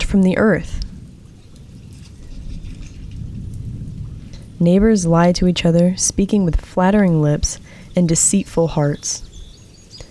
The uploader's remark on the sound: While it rains softly outside. Relax and enjoy the sounds of nature in the background.